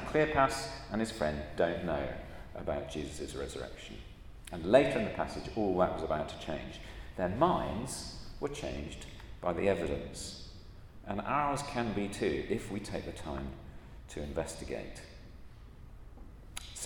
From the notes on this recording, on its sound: at a Christians in Parliament Chapel St Mary's Undercroft